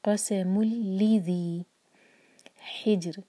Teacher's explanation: جیم پر قلقلہ اور را باریک